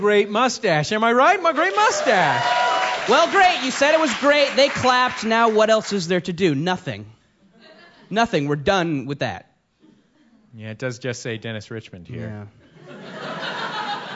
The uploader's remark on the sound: Recorded Live with the Monsters of Podcasting at SF Sketchfest.